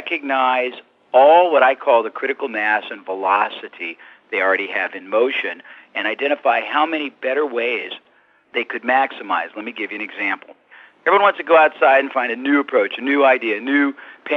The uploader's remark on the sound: I managed to get a few minutes with him by phone